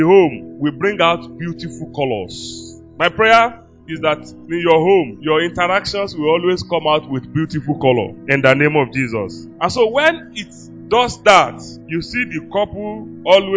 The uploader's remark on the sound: LIVE FROM OASIS OF WISDOM BIBLE CHURCH